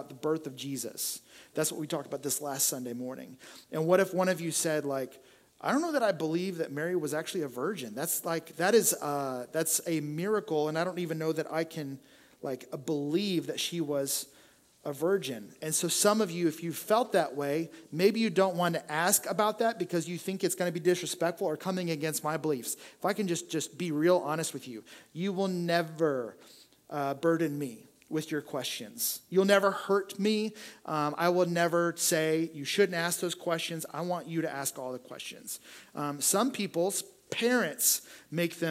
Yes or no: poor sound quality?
no